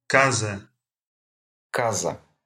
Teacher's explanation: Между гласными буквами буква S произносится как Z.